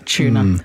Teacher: What we do is merge that U with the T and becomes a ch